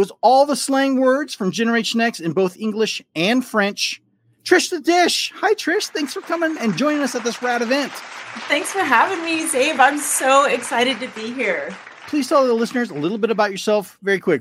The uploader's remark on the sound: We had the honor to take part in the International Podcast Day celebration brought to you by our friends at Poduty events. In the live studio audience to support the podcast at the event.